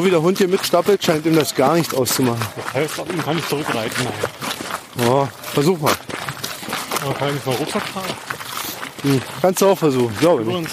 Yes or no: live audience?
no